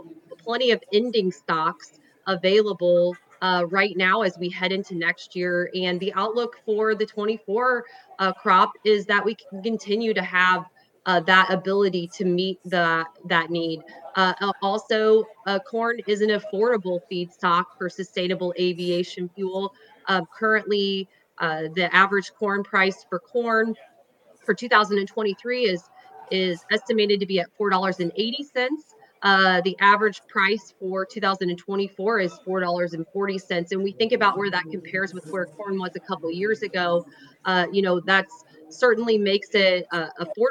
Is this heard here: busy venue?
yes